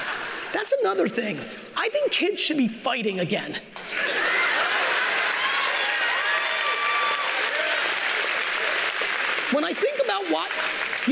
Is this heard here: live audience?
yes